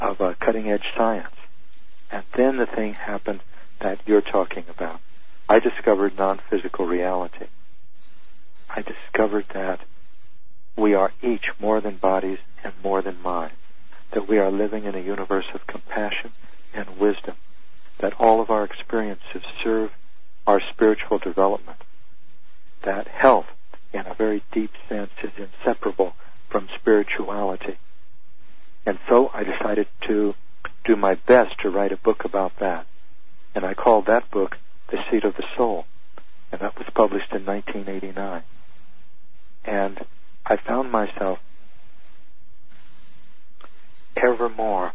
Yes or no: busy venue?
no